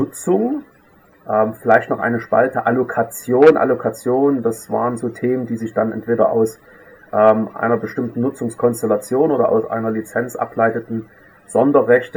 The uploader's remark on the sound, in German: Auf Grund technischer Probleme ist die Tonqualität leider nicht optimal.